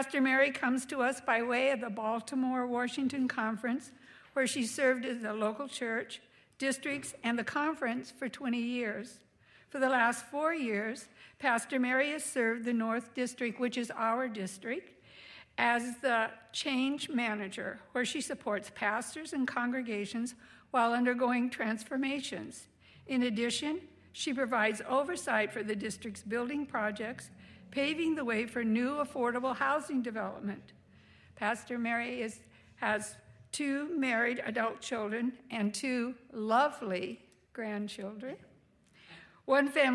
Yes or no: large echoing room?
yes